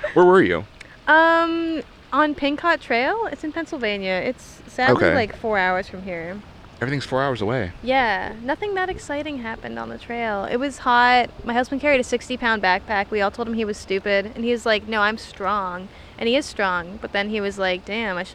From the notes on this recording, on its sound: All while being in the great outdoors (right by a man-made lake in between some office buildings lol).